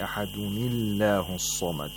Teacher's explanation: we have to give kasra to the first sakin letter, which is the noon sakin of the tanween, so that iltiqa of sakinain, this problem is solved.